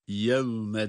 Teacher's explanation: Yevme dedik, vav da dudakları öne çıkardık.